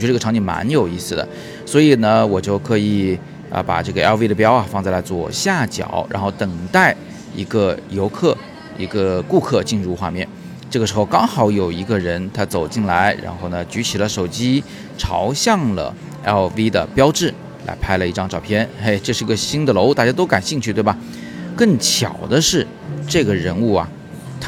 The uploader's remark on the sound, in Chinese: 今天是在外边录音，稍微有点噪音，请大家见谅。